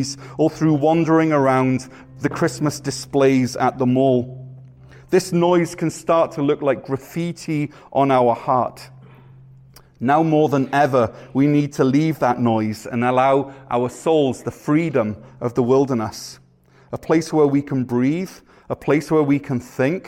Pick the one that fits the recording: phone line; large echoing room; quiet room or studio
large echoing room